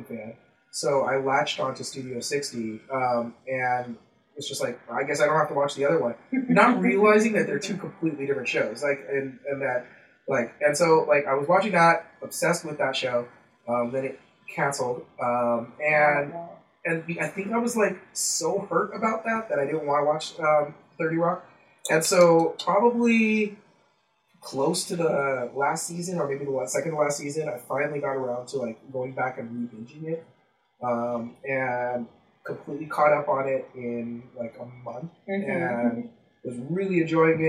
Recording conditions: poor microphone